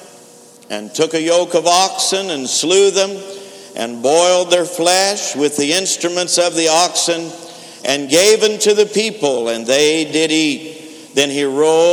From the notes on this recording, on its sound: InterChurch Holiness Convention Dayton Convention Center Dayton, Ohio USA 2012